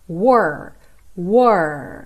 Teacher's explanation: esse R é com a língua enrolada